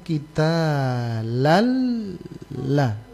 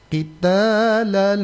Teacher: Sementara hukumnya idgham bila gunnah dia langsung melebur tanwin itu langsung melebur ke lam yang berikutnya tanpa disertai suara mendengung. · Shown in: first take · Nah itu makanya dia tidak boleh ditahan gitu.